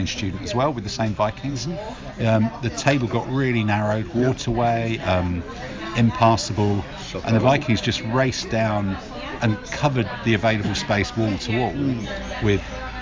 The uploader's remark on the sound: A multi-session podcast recorded "in the studio" in the UK ( aka on Zoom ), "in the field" abroad ( aka in a bar in Spain ), and "in the 1980's" ( aka in a coffee shop back in London with overly loud music playing in the background ). We are also joined by a number of special guests, and an even greater number of waitresses. Some of the audio is a bit murky, but you should be able to hear the clinking of wine and beer glasses clearly enough. Even in the bits when the words might get a little lost in the background hubbub.